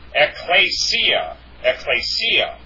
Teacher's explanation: You have to put the accent on the iota, the last iota there.